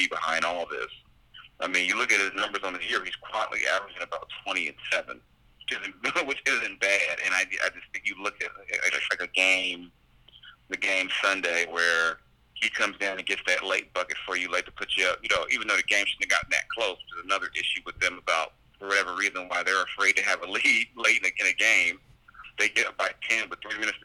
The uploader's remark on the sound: The Sacramento Kings beat writer from The Athletic, over the phone.